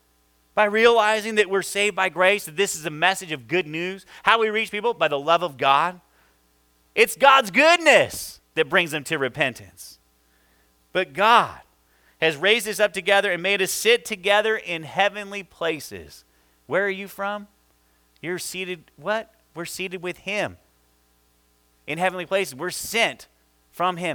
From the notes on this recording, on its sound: this is our first service audio